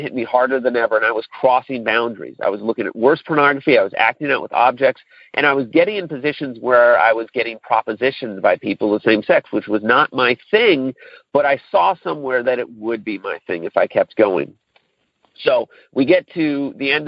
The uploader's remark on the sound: Monday Noon Phone Speaker Series.